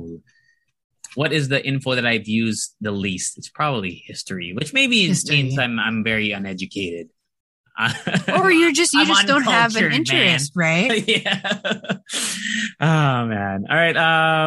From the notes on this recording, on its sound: We recorded via Zoom using our ELGATO WAVE 1 microphones and they sound fantastic.